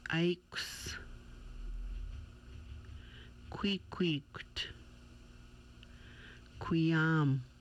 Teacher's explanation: The soft KW sound is produced by lips forming an O shape, with breath stopping at the back of the mouth at the piece of skin that dangles in the mouth. The K sound with lips rounded.